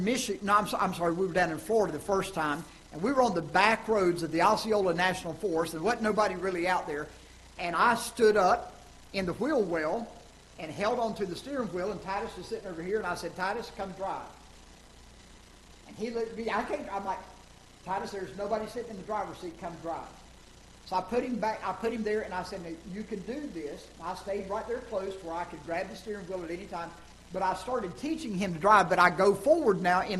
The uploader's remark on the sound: Ketha Heights Baptist Church ~ Live Broadcast.